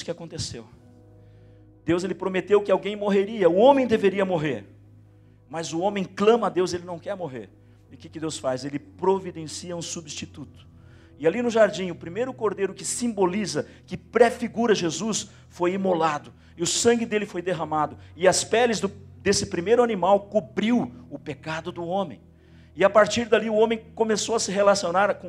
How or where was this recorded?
large echoing room